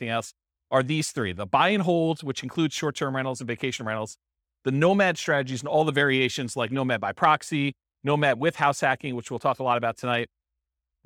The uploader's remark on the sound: This was a live class recorded to give investors a solid overview of the house hacking real estate investing strategy. Live in-person version.